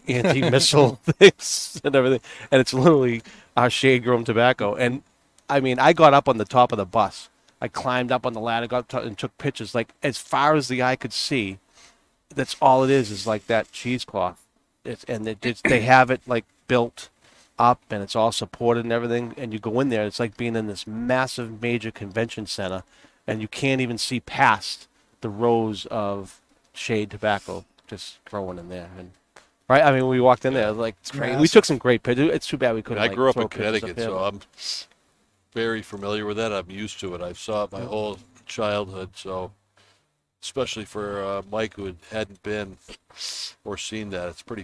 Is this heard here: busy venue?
yes